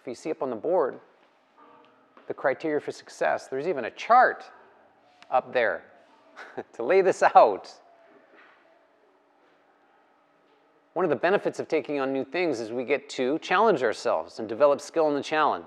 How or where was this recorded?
live audience